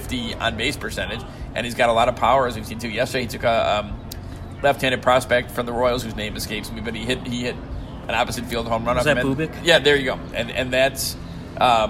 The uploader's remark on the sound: Live from spring training